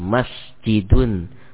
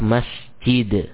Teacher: Terucap hanya ketika wasal, ya, terucap hanya ketika wasal. Adapun ketika waqaf, ini tidak terbaca suara nun sukunnya. · Shown in: second take